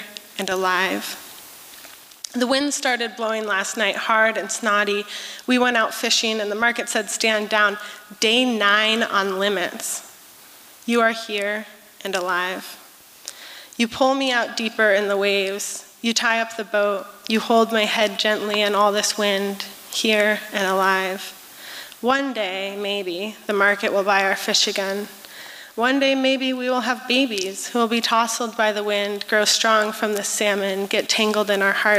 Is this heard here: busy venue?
yes